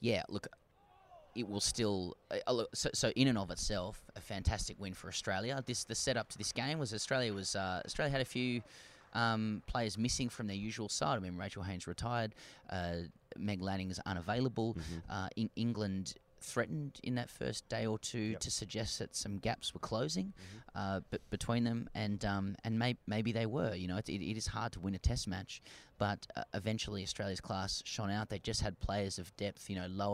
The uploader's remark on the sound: We record this from The Oval in south London the day before The Lord's Test match.